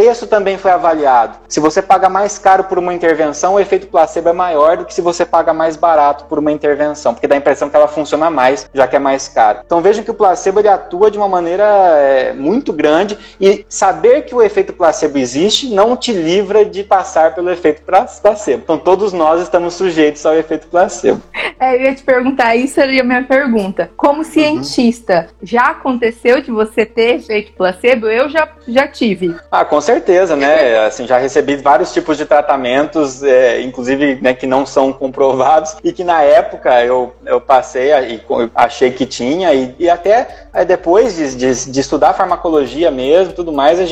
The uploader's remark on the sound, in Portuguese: Este episódio e a extração do áudio da live. No projeto Neuro a/Live.